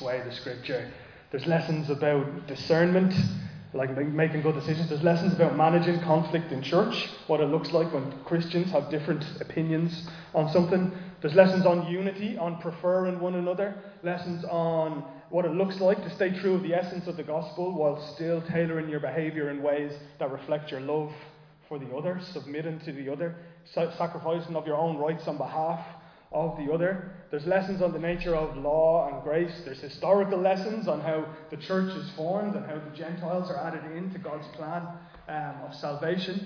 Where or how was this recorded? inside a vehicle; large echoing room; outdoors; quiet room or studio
large echoing room